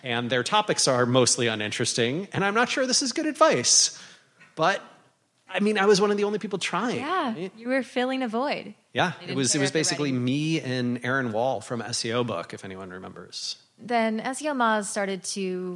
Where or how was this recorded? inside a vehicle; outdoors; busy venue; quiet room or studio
busy venue